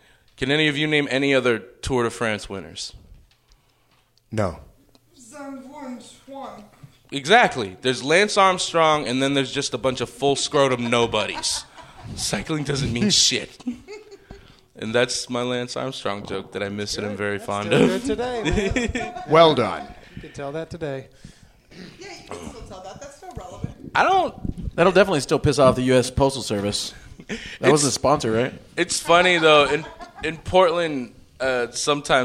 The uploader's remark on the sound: Recorded live at Kickstand Comedy Space in Portland, Oregon.